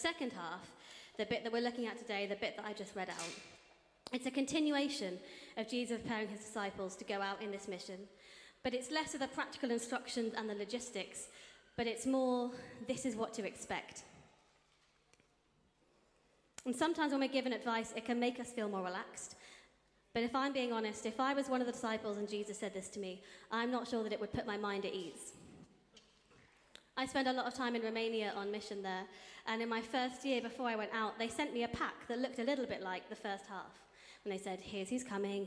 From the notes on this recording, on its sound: Streamed live at St Paul's Shadwell on Sunday, 25 June 2023.